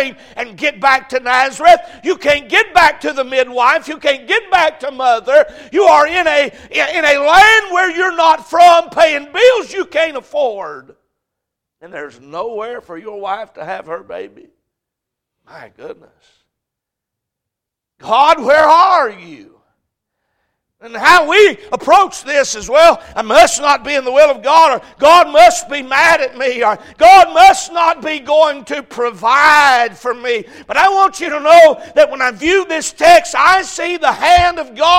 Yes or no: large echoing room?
yes